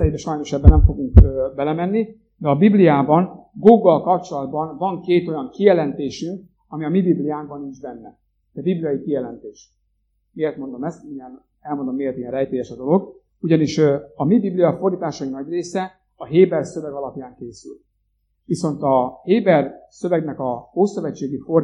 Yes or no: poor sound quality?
yes